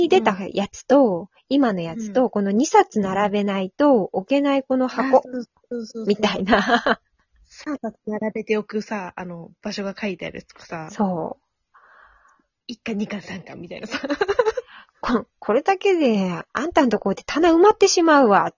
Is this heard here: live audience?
no